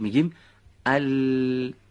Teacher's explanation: با به ارتعاش در آوردن تارهای صوتی به صورت نازک خونده میشه و صدای اون هم از کنارهای زبان خارج میشه